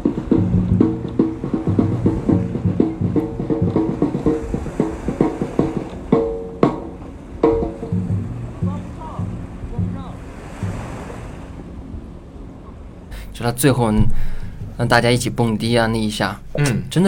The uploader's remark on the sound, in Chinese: 在海边录制的海浪声。夏日午后，当海浪拍岸，旁边沙滩上候鸟 300 中的《醒来》剧组正在试音，准备演出，音乐和浪声互相映衬。